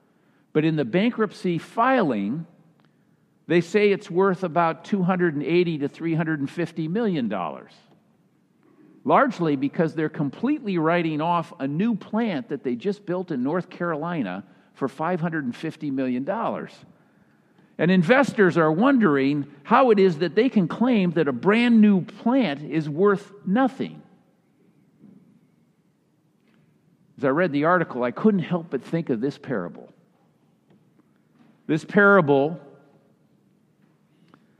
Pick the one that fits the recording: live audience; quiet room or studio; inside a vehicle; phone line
live audience